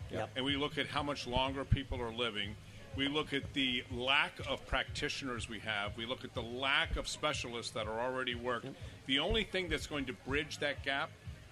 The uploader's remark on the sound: Live from the Florida Health Care Association Convention